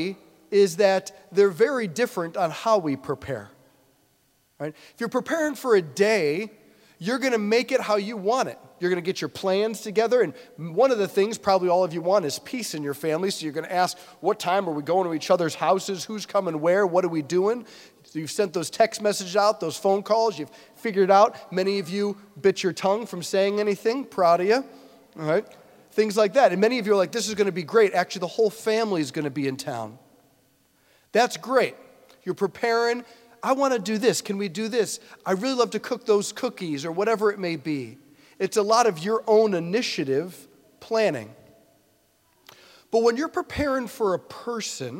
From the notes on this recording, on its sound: preached this homily on December 17, 2023 at St Basil the Great Catholic Church in Brecksville, OH.